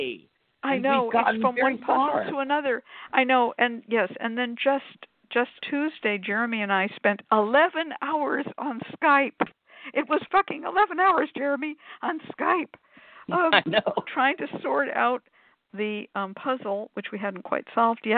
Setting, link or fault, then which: link, phone line